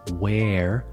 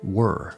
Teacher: But they require different mouth shapes. Where requires your mouth to be more open around the sides, where, while were requires a more closed, rounded shape.